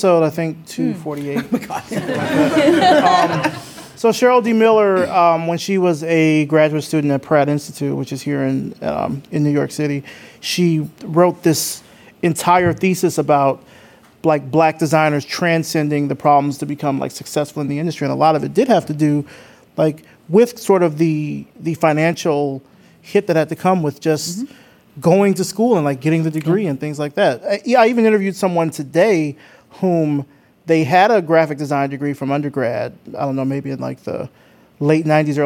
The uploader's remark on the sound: We recorded this episode live at The Greene Space in NYC with over 50 guests for an intimate and passionate discussion and Q+A.